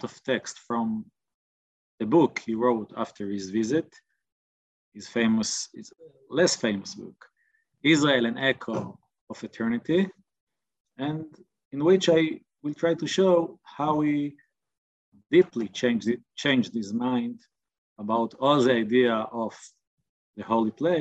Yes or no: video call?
yes